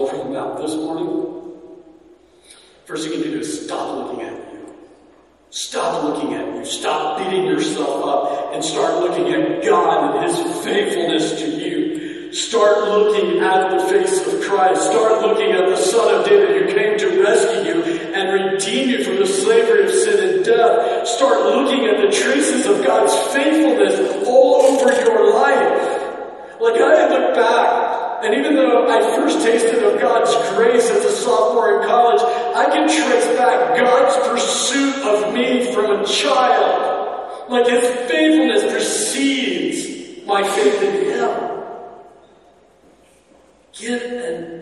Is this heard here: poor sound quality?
yes